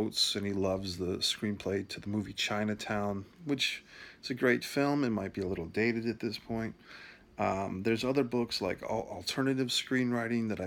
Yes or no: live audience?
no